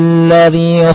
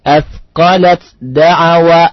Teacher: طيب perhatikan di lafaz فلما أثقلت دعوا الله ya أثقلت langsung lihat asqalat pertamanya, kemudian ta kita masukkan dan gabungkan dengan huruf dal · Shown in: first take · Term: masukkan ta ke dalam dal